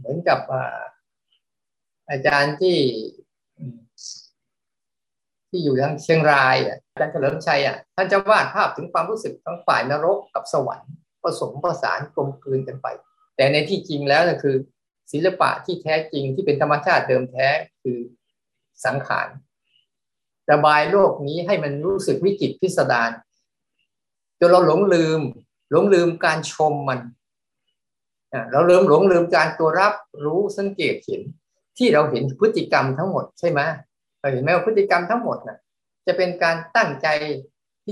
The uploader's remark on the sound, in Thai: เป็น 1 ใน 3 คอร์สออนไลน์ (ผ่านโปรแกรม Zoom)